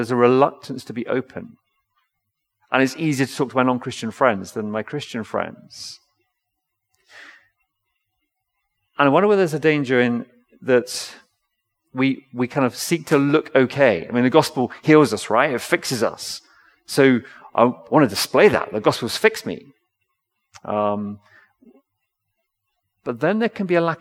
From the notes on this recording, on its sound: Recorded L4L session in the Binscombe Church (BWS)